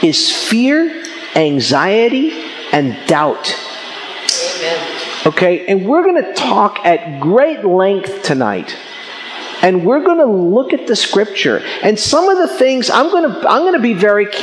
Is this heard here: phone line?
no